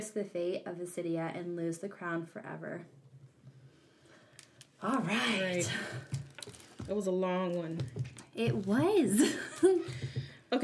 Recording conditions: background noise